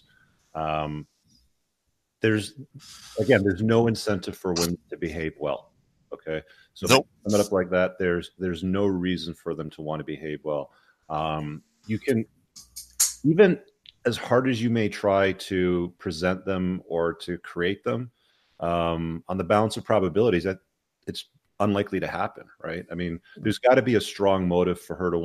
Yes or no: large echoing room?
no